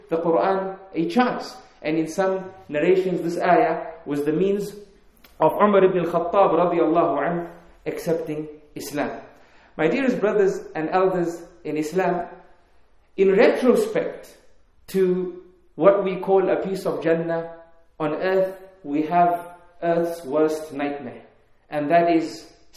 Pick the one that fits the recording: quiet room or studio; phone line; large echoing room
large echoing room